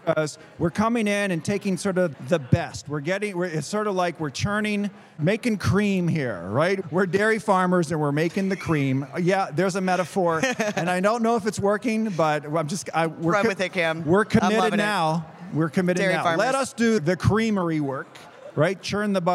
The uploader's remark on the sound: Live! at the Annual International Conference on ADHD.